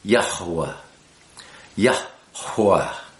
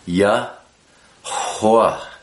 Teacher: It's two syllables, really, Yah and Hua, and you blow the Hua so that there's almost a little syllable in front of the second syllable